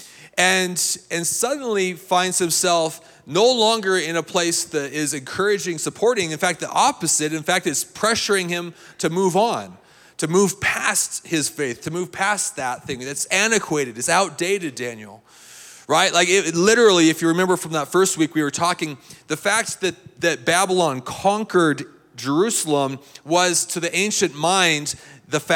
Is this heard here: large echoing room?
yes